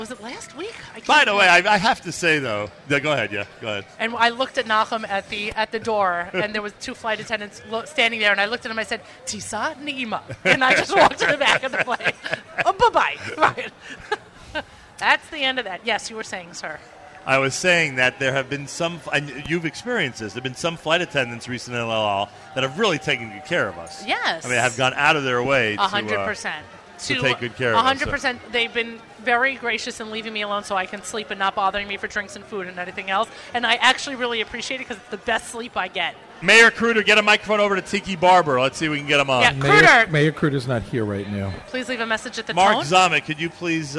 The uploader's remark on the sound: LIVE from NYC